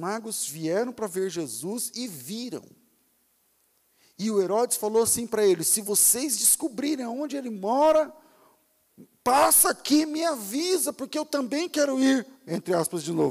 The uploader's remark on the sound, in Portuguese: Culto ao vivo